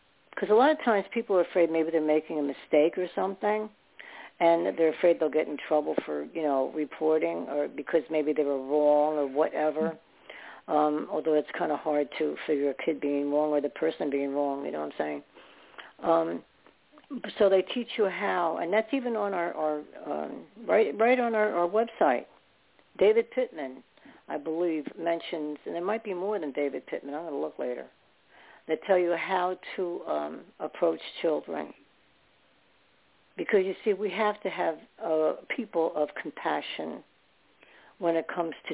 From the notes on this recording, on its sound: Those who call in will form a panel